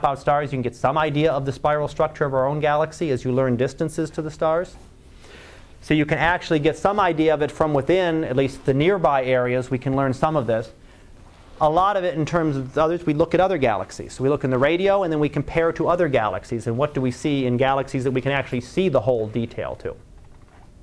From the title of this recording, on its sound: Live Class Lecture